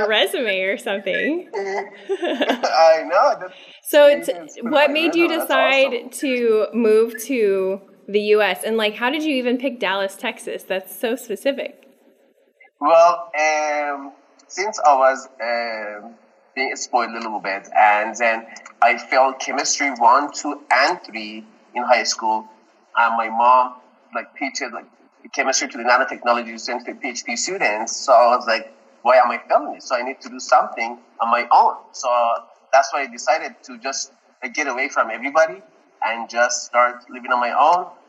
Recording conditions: poor sound quality